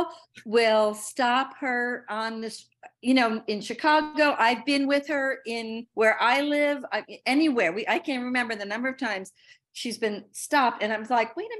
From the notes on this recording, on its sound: Over a Zoom call.